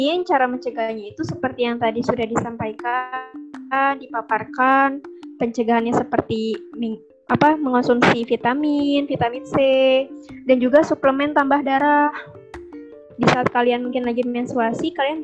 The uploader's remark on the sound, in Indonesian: Maaf suara tidak bagus karena record melalui zoom